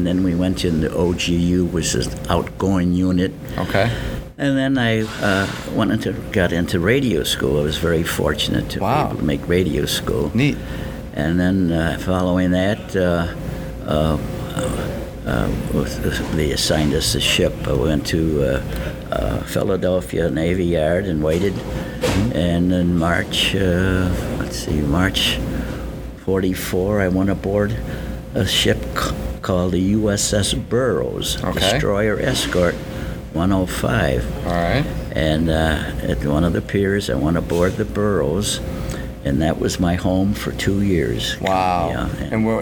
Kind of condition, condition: setting, busy venue